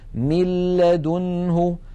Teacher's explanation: لاحظوا من الميم إلى اللام مباشرة، وننطق لاما مشددة ولم يبق من الغنة شيء · Term: إدغام النون الساكنة